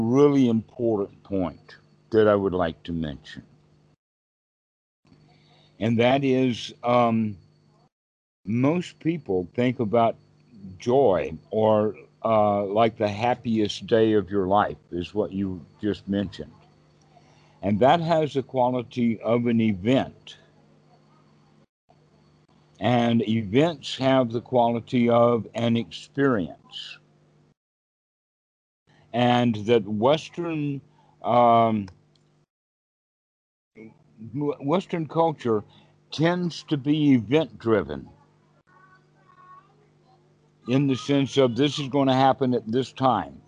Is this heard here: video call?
yes